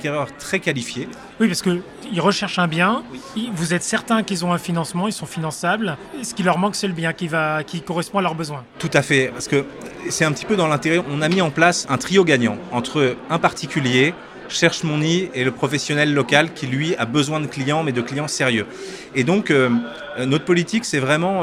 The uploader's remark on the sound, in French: Cette interview a été enregistrée en live d'Immo, le Congrès immobilier FNAIM.